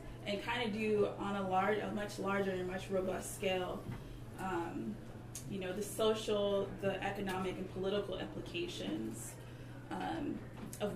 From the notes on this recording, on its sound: Recording of the May 4, 2016 launch of the fifth issue of The Funambulist Magazine 5 (May-June 2016)